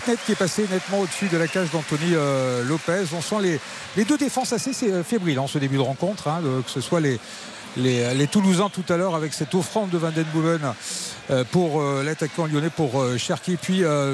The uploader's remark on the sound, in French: Trois heures de direct. En direct du Stadium.